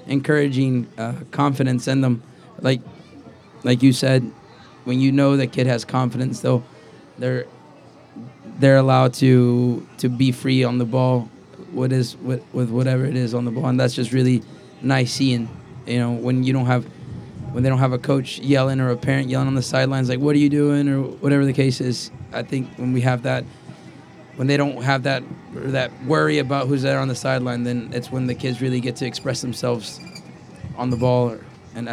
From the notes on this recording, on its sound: Live at the Eastern Shore Premier Cup